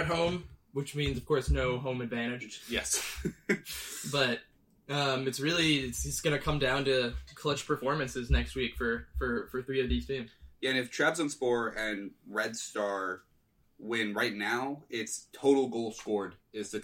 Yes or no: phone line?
no